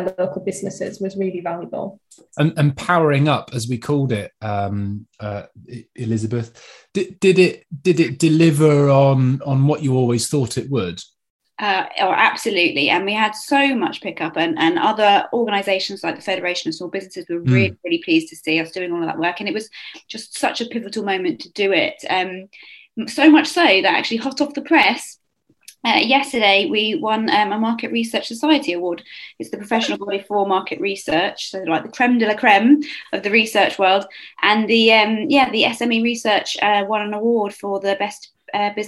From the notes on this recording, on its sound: Recorded at our '2021 Wrapped' webinar earlier in the week.